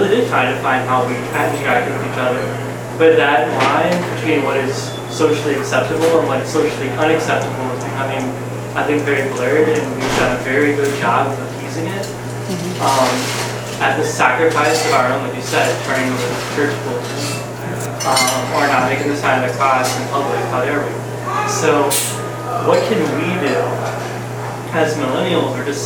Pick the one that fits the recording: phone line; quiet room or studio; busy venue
busy venue